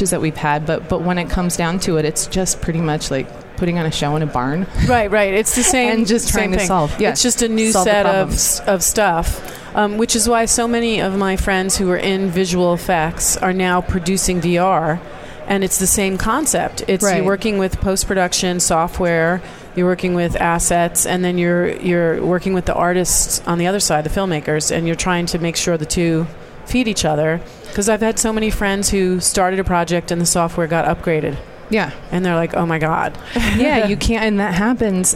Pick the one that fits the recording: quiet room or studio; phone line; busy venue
busy venue